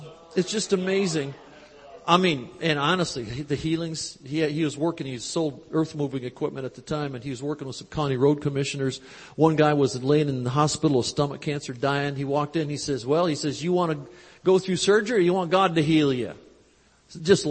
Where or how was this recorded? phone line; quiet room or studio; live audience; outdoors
live audience